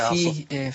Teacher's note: وتفخيم الراء عند الوقف